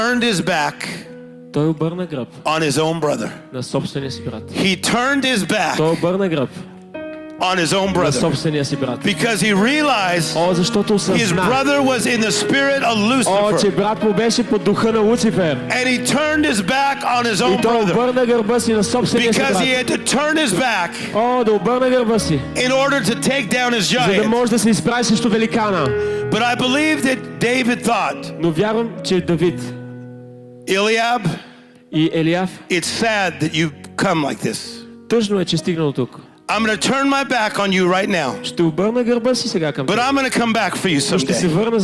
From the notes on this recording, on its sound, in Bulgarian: записано на Конференция Пробуждане 2023 - "Отвъд Стените"